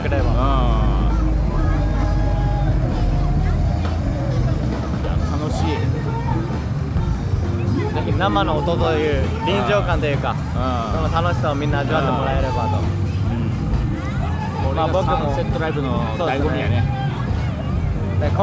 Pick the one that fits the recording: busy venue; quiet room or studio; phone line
busy venue